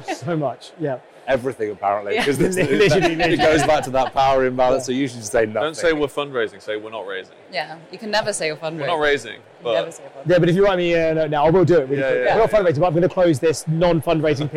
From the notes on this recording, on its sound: we were live at the 2022 Sifted Summit in London